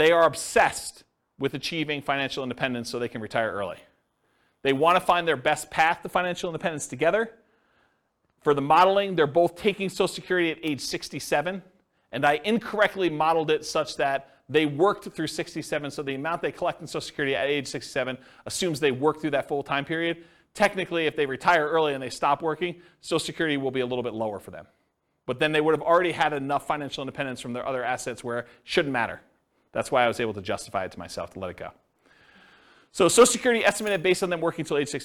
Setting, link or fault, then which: setting, live audience